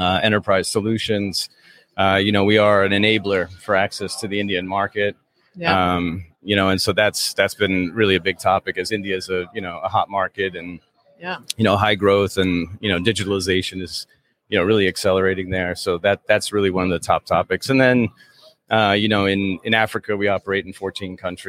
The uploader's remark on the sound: JSA Live TV at PTC 2023.